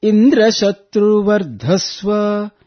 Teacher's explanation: You see, Shatru and Dva, both of them have upward intonation, but he made a mistake, error in chanting, Indra Shatru Vardhasva, he chanted Anudatta, downward